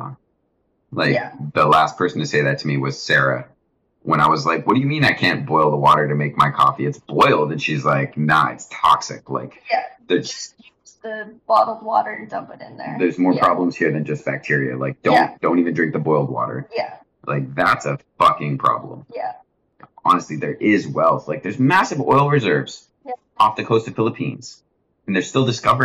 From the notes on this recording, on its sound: Sorry in advance for the audio quality, it took a lot of tweaking to get it to where it is.